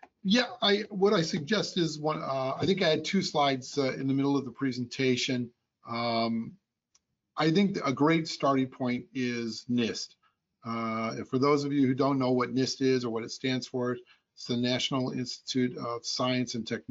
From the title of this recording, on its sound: Audio Version of the Webinar